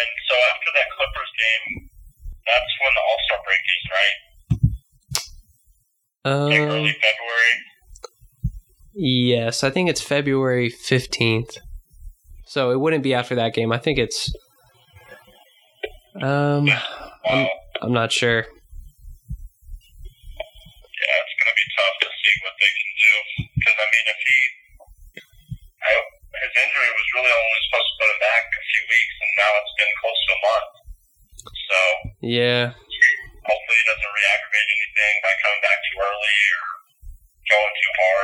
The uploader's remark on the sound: Joined over the phone